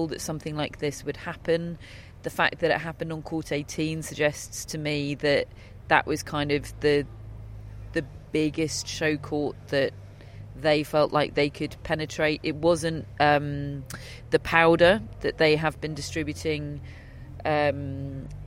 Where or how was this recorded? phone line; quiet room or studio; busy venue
busy venue